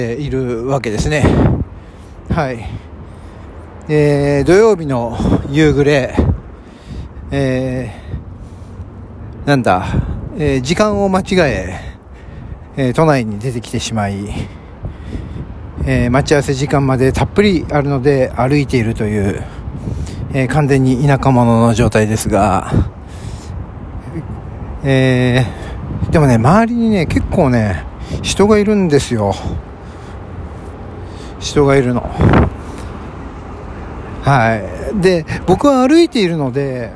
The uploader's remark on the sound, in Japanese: はじめてのロケトーク『飯田橋〜水道橋』。歩きながら収録しました。景色を眺めながらタラタラとトークをするのも面白いですね。